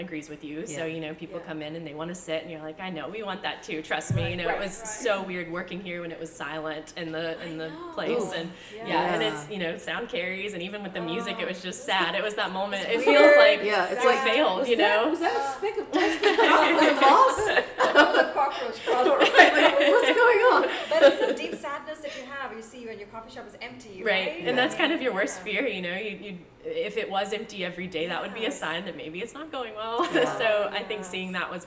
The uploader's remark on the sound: we are on location at Blum Coffee